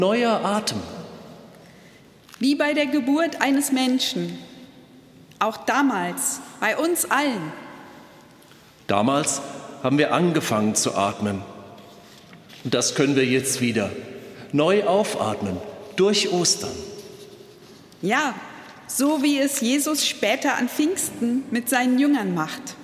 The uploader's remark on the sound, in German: Katholischer Gottesdienst am Ostersonntag aus dem Rheingauer Dom in Geisenheim. Liveübertragung.